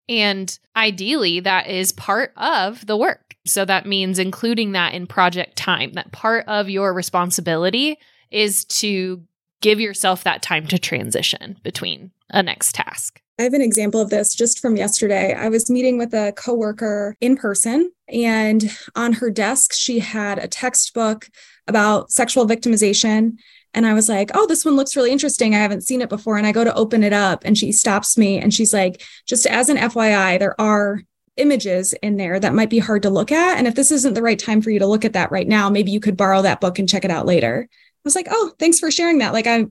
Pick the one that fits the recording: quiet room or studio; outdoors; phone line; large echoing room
quiet room or studio